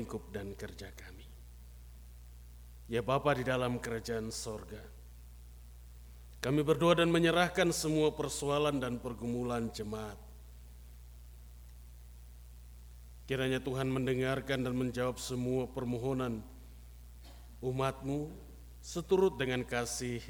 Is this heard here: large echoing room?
yes